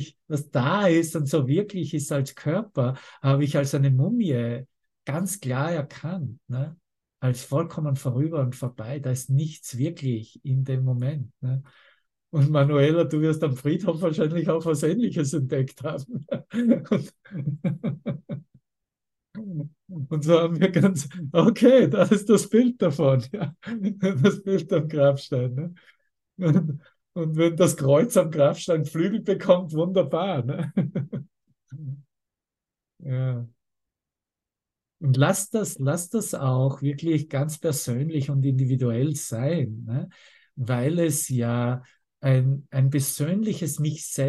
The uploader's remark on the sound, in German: Zoom-Session. Veranstaltet von der Aleph Akademie.